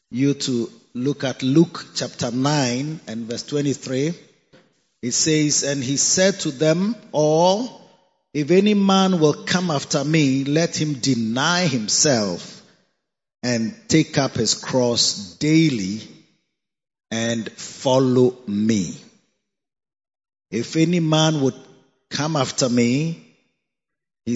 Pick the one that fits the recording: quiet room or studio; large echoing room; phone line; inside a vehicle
large echoing room